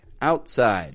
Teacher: we get the vowel sound, and then we make the position for the consonant, but we just hold the air back · Term: final stop